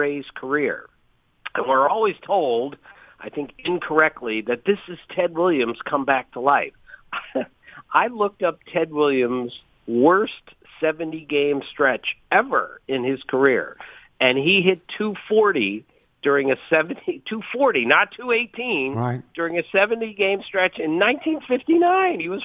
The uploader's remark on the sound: Calls. Phones.